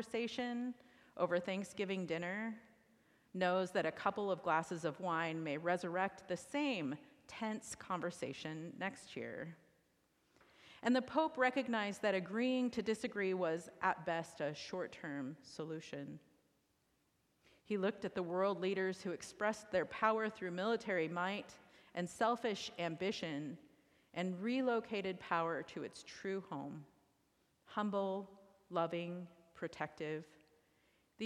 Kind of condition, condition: setting, large echoing room